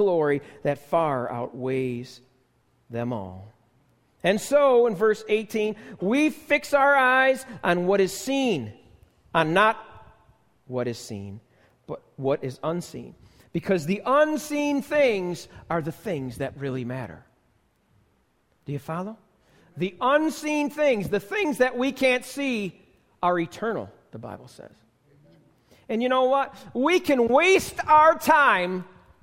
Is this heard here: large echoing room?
yes